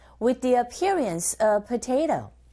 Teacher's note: 근데 어라는 모음 앞에 정관사 더니까 뒤로 발음하시면 되고 전치사 of 뒤에 p라는 자음 떴어요, 여러분. 그러면 v 발음 자체가 사라지고 약화되어져서 appearance of potato 이렇게 발음을 하면 됩니다